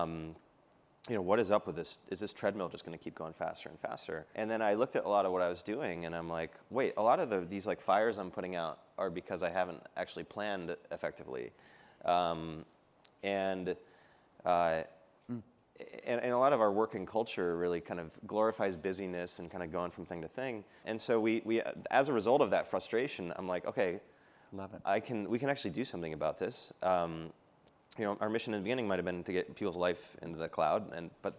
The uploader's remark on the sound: filmed at Goldman Sachs' Builders + Innovators Summit